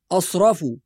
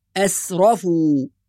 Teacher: بعض القراء يفخم السين ويحولها إلى صاد · Shown in: first take · فيقول أسرفوا، وهذا خطأ.